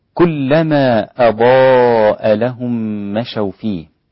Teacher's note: كلما مد منفصل مقداره حركتين قصرا، ولحفص يجوز 4 حركات بالتوسط من طريق الشاطبية، والإمام حمزة والإمام ورش له الإشباع 6 حركات في المنفصل.